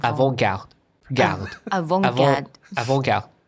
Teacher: so you don't actually pronounce the T